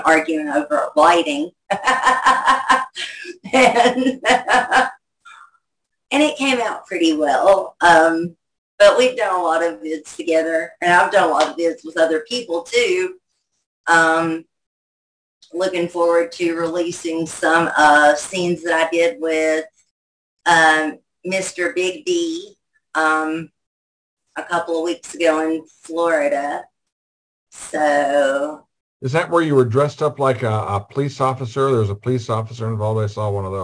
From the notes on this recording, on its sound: our 4/2/2023 Zoom Show